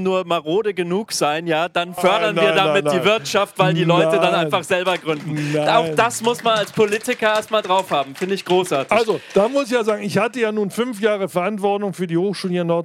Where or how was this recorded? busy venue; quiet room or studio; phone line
busy venue